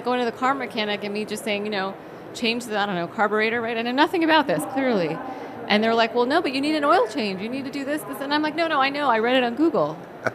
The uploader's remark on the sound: live from the floor of the HLTH conference